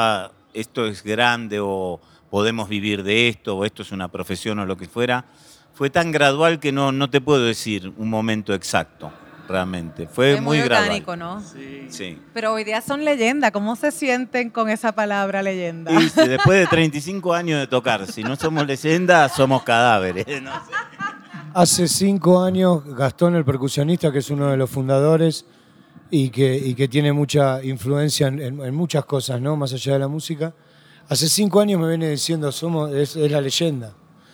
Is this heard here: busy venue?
yes